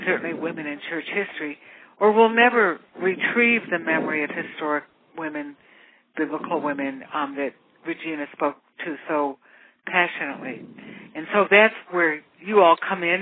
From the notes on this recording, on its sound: FutureChurch held a free phone conference.